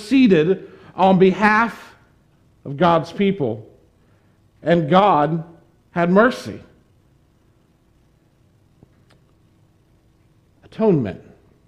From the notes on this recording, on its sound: Preached this sermon on September 19, 2021 at the Tarrant Bible Methodist Church. Preached this sermon on September 19, 2021 at the Tarrant Bible Methodist Church.